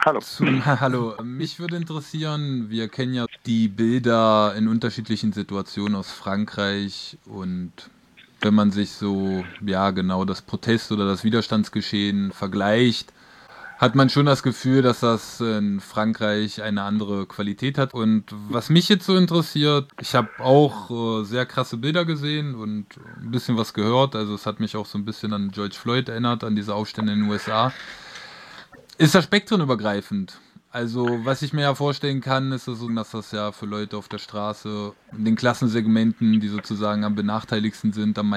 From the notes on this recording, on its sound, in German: Hört am Telefon einen Menschen